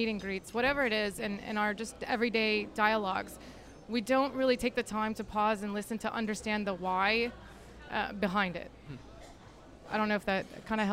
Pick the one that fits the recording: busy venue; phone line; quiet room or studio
busy venue